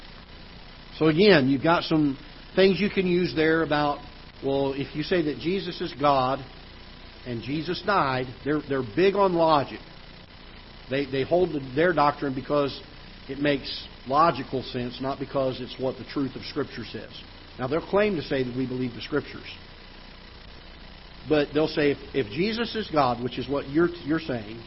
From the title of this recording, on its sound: Ketha Heights Baptist Church ~ Live Broadcast